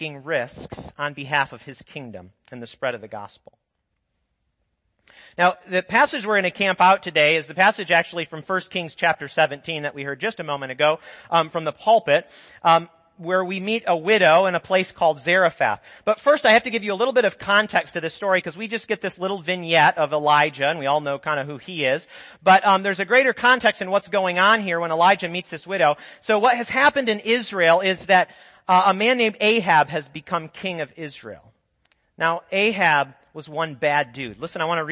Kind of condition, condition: setting, large echoing room